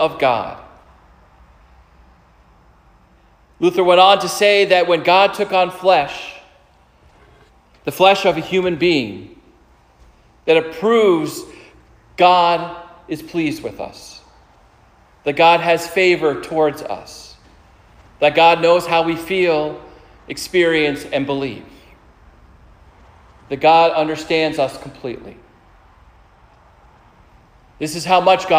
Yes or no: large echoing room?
yes